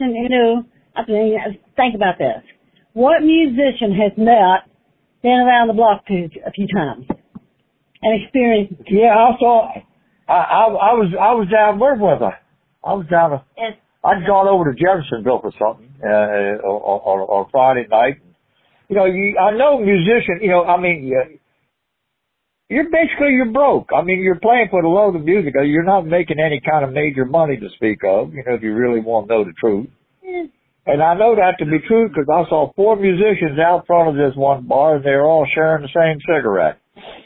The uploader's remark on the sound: call